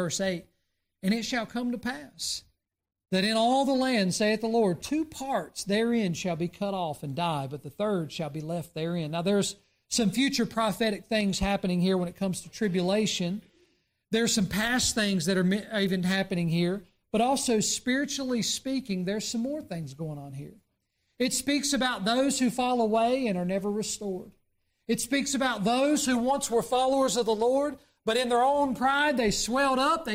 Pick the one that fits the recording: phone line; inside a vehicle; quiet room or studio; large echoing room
large echoing room